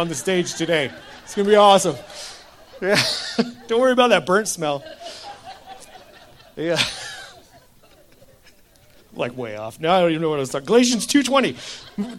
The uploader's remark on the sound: Church in the Park - Sept 3, 2023 - Bunning Park.